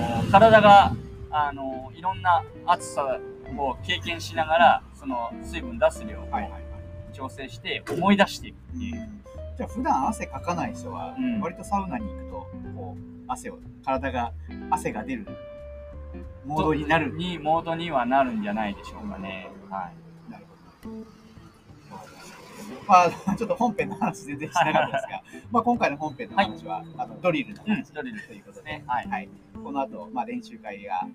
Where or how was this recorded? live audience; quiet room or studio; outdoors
outdoors